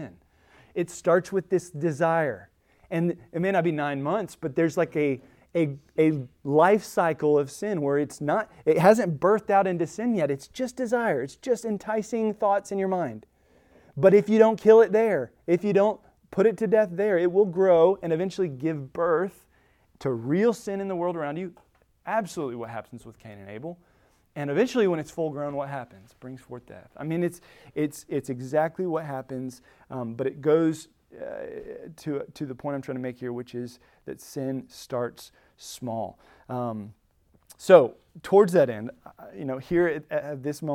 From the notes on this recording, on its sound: Recorded at Emmaus Church in Buford, GA.